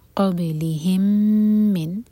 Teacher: میم اور میم کا ادغام، میم کو ہولڈ کریں گے 2 سیکنڈز